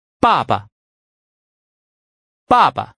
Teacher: Notice that the final A in the second word does not have a tonal marker and is pronounced with a light or neutral tone